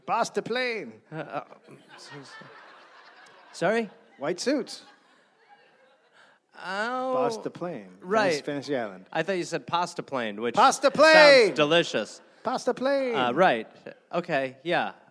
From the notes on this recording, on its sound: Recorded live in Columbus.